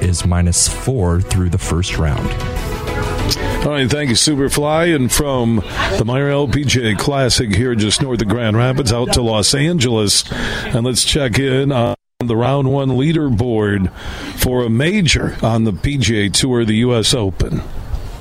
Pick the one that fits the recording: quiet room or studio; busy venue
busy venue